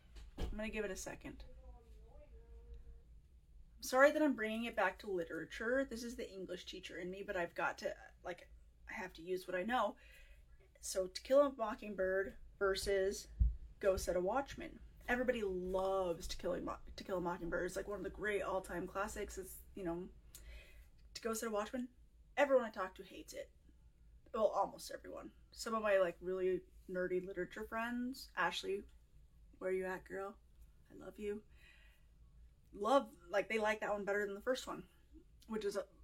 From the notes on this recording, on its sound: re-release one of my very first recordings, an Instagram Live